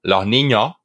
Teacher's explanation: abriría un poco más la boca, abriría un poco más la vocal para expresar que eh, es plural